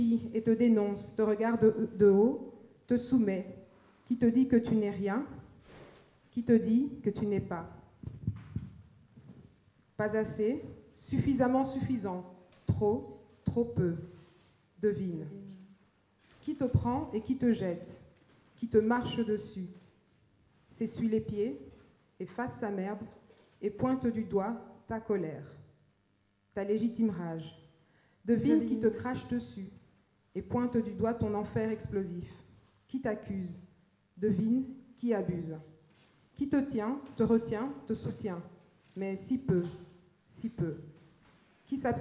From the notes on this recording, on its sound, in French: Slam enregistré lors de l'évènement Intersectionnalité TMTC le 28 Juin 2015 au PianoFabriek à Saint Gilles (Bruxelles)